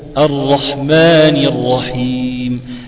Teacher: الراء مفخمة قولا واحدا مشددها، الرحمن الرحيم، هات الكسر من غير تكلف، يعني لو انت تكلفت في الكسر هتجعل منه يا الرحمن بقت يا غلط.